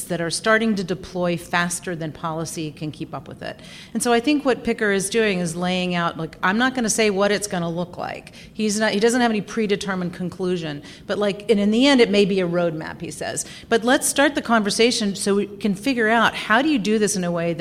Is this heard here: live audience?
yes